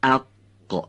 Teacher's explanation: هنگامی که قاف رو ما میگیم صدا رو قطع میکنیم · این حرف از برخورد به انتهای زبان بزرگ به زبان کوچک به طور انسدادی تلفظ میشه